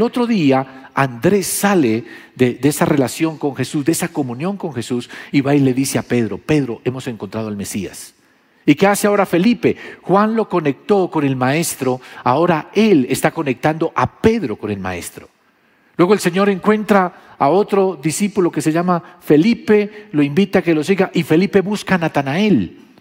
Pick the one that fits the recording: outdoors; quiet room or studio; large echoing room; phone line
large echoing room